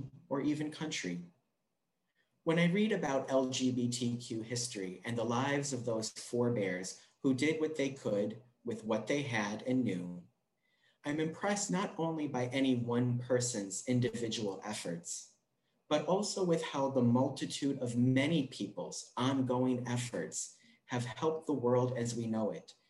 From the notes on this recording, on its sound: This recording features the reading and reflection from our Sunday service in celebration of LGBTQ+ Pride.